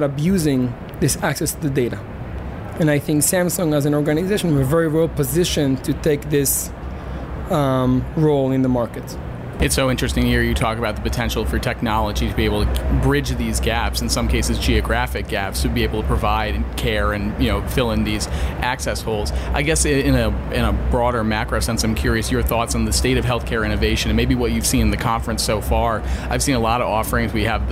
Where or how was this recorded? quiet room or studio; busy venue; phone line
busy venue